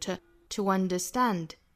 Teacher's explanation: 元音加元音的连读，这是加一个 w 的元音